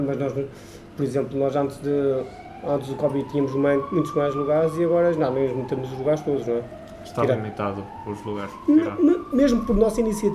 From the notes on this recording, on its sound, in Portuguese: Foi gravado uns minutos antes de começar o serviço do jantar, com o telefone do restaurante a tocar de cinco em cinco minutos. Um problema de produção levou a que os primeiros minutos se perdessem, irremediavelmente, o que justifica a sua curta duração.